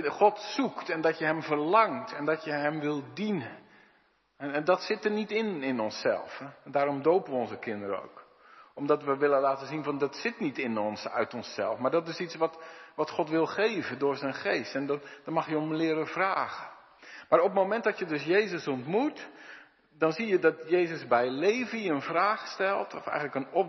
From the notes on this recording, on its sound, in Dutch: De preek is op 29 januari 2023 opgenomen in De Hoeksteen te Haren